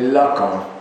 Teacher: Noterete la pronuncia che sottolinea correttamente la nasalizzazione con cui tutti i francesi pronuncierebbero il nome Lacan